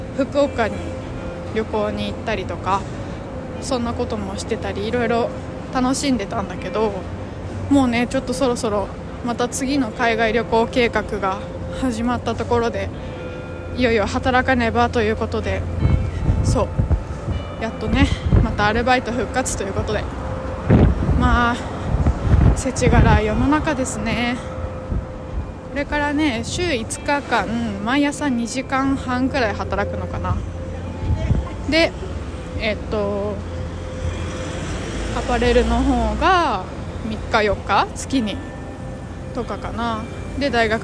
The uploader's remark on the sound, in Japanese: 風の強いお散歩。安定の謎音質でのお届けです！